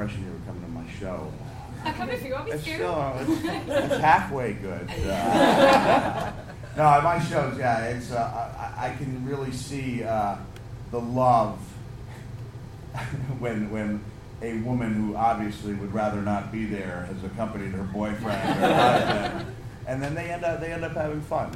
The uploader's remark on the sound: Live at the Edinburgh Fringe. Hope you enjoy the podcast as much as the live audience.